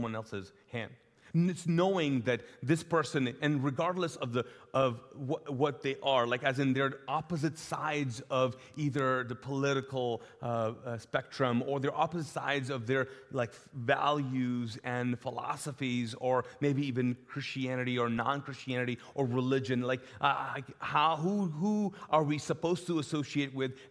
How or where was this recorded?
large echoing room